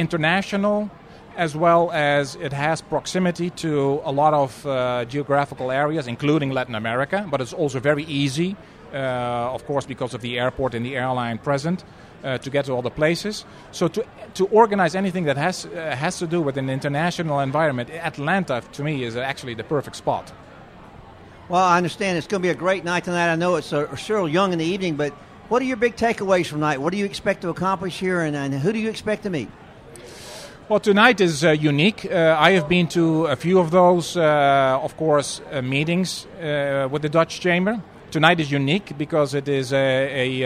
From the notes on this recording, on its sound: At Atlanta Euro Chamber Mixer on International Business Radio. Interview was recorded live at the International Euro Chamber After-Hours Business Mixer in Atlanta. Hosted by members of the Belgian, British, Swedish and Dutch business community in Atlanta, Georgia.